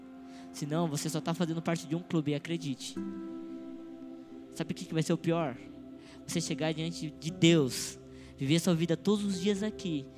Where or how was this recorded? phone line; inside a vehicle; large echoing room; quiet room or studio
large echoing room